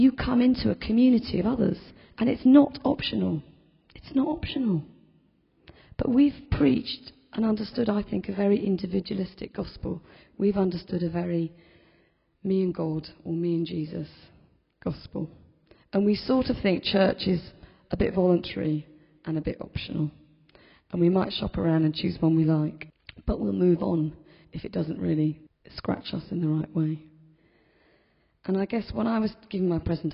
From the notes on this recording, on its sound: In this podcast recording of the homily in a Moot Community Eucharist on the 19th September 2010.